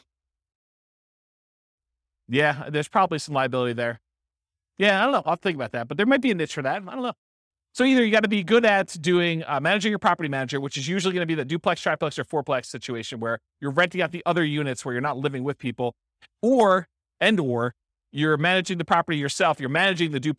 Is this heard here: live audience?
yes